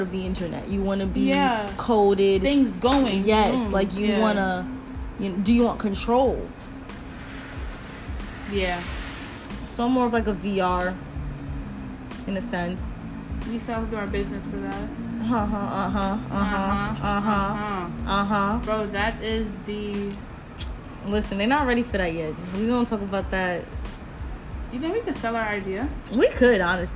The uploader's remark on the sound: sorry about the background noise we were outside